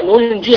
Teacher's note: إخفاء للنون الساكنة عند الجيم